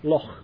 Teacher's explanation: It's a very soft K, very guttural K. Loch, like that.